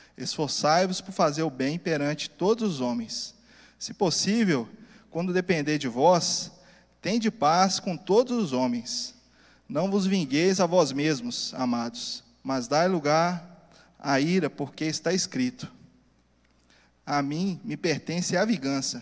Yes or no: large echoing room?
yes